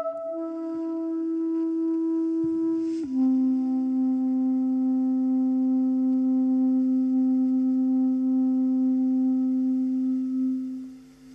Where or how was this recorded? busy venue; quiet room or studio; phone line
quiet room or studio